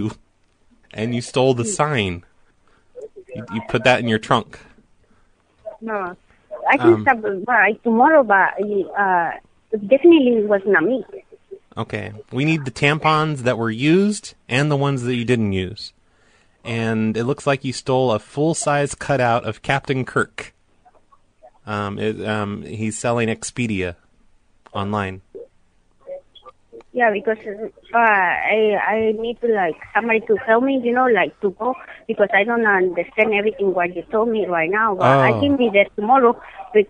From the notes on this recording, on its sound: RBCP's Personal Prank Phone Calls Collection